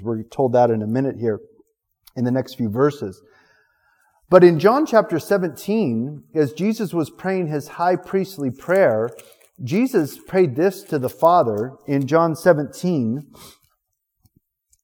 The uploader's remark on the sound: Recorded November 7th, 2019 at our Thursday evening service. City on a Hill Church.